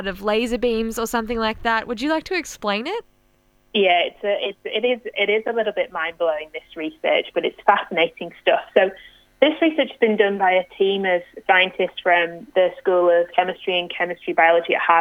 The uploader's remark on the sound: needed to call in from home